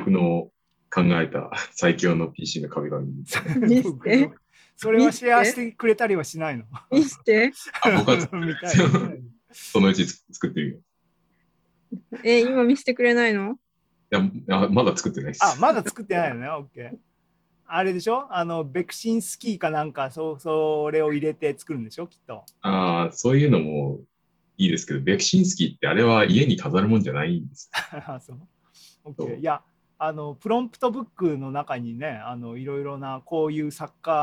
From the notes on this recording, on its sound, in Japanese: ZOOMライブの模様です